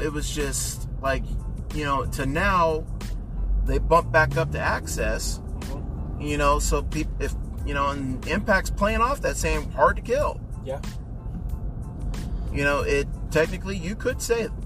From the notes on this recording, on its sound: The Ride Home from CWFH. You sitting in the back seat listening as two big wrestling fans share their passion.